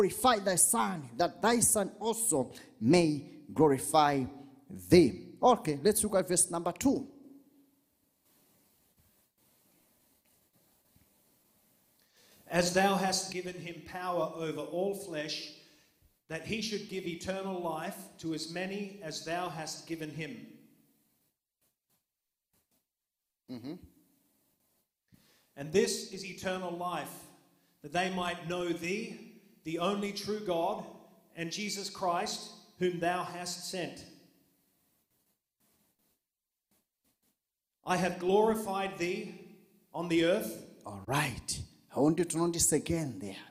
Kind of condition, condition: setting, live audience